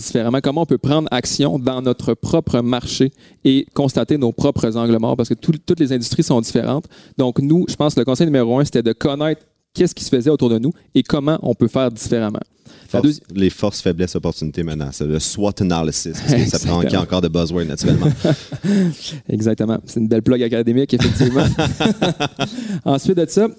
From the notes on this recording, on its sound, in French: Un épisode enregistré devant un public de feu dans le cadre du RDV Réseau mentorat 2022.